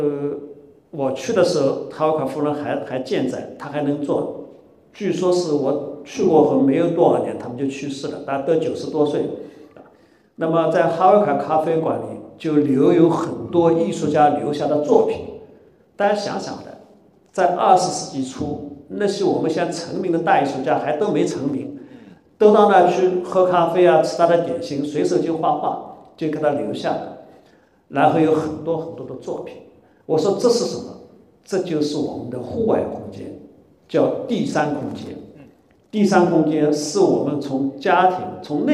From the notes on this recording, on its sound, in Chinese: 本期播客是艺仓美术馆线下公教讲座现场实录